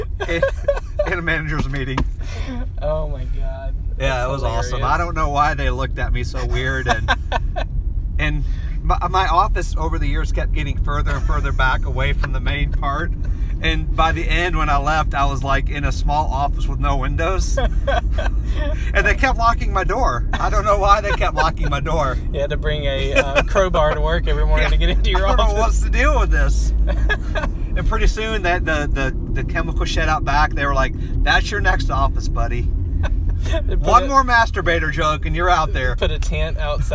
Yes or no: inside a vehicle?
yes